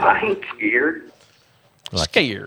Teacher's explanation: instead of it being a monophthong, he's doing a diphthong